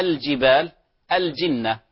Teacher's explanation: من اللحون التي يمكن أن تجري في لام ال إضغام لام ال في الحروف القمرية وخاصة مع الجيم، مثل كلمة الجبال أو الجنة أو الجنة، يسبق اللسان إلى حرف الجيم، فعلمنا أن ال القمرية تظهر، فإذا قلنا الجبال الجنة فلا نقول الجبال الجنة وهكذا، هذا خطأ.